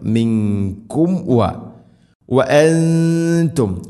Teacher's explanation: മിങ്കും മിങ്കും വ, സാക്കിന മീമിന് ശേഷം വ വരുമ്പോൾ രണ്ട് ചുണ്ടുകൾ തമ്മിൽ തട്ടിച്ച് മീമിനെ പൂർണ്ണമാക്കണം.